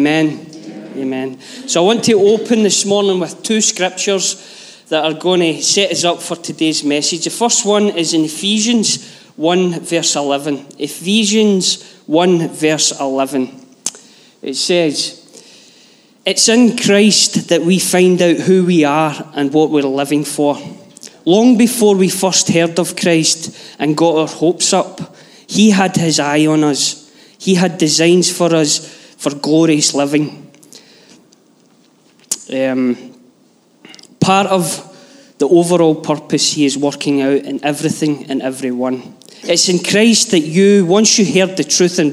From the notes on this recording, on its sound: Live from our Sunday gathering.